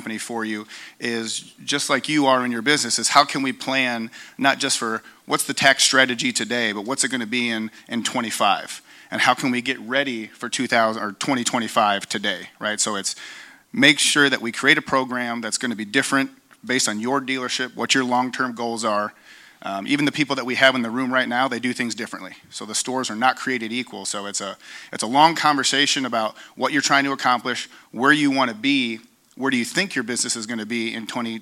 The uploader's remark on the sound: live interview at LHPH Summit 2022